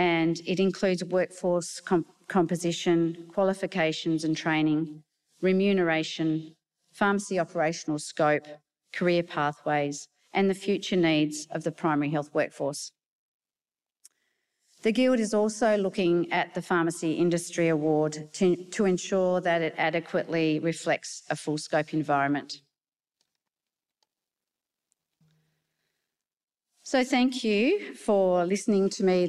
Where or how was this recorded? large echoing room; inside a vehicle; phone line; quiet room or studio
large echoing room